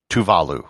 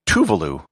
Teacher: with the accent on the second syllable · Shown in: first take · not Tuvalu, with no syllable accented.